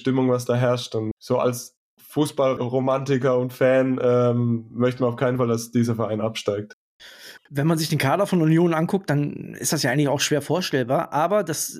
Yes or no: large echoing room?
no